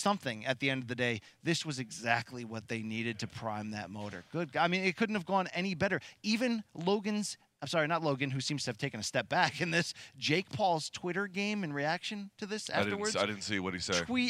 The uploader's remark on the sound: The boys are live again from the Mohegan Sun.